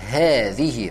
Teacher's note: После буквы «хэ» есть маленькое ударение. «Хэзихи», то есть мы тянем фатху.